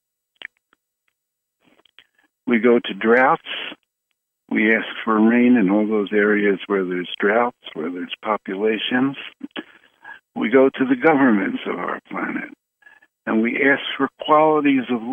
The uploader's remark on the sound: Conference Call LIVE